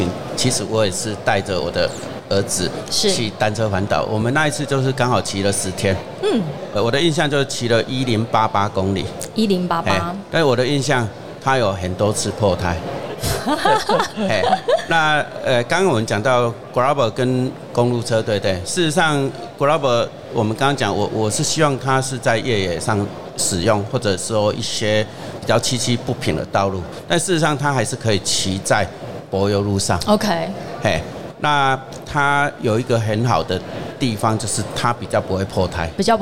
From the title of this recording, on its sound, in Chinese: 2022 Taipei Cycle台北國際自行車展-Live Podcast